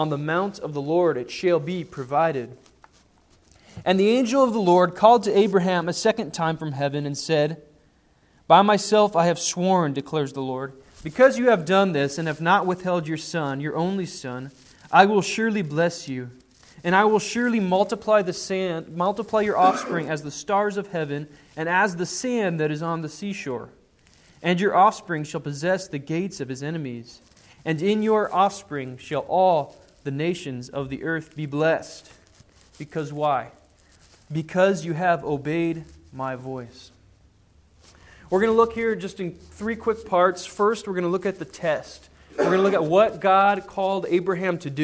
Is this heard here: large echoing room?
yes